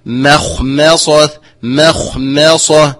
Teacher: خاء مفخمة، ميم مرققة، صاد مفخمة، مخمصة. فهذا لا يتأتى طبعا إلا بالرياضة بالفك.